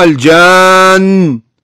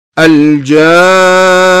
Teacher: حتى في نهاية الكلمة إذا وقفت على النون المشددة أيضا تأتي غنة · Shown in: second take